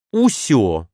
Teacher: Еще у него есть произношение «усё» вместо «всё», «усякими» вместо «всякими».